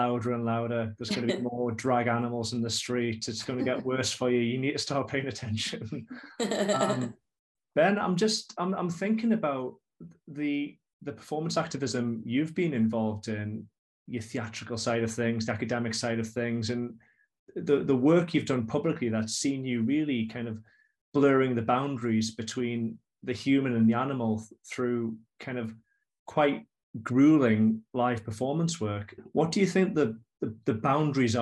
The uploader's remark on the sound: for a live online event